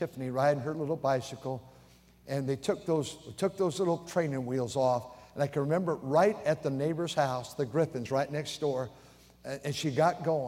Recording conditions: large echoing room